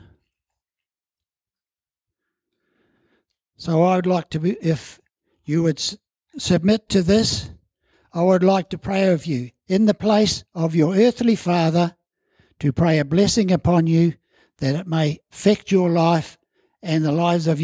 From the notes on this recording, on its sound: As part of our Family Service, celebrating all ages in our church. At Harvest Life Church in Blenheim, New Zealand.